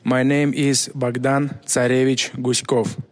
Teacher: he emphasizes the second syllable in both his first and his last name